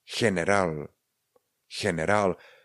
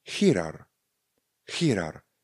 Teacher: No a co když se nám tedy g objeví s e a i? Opět dochází ke změně a vyslovuje se jako ch.